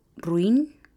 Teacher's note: es una sola sílaba y el diptongo se forma con la U y la I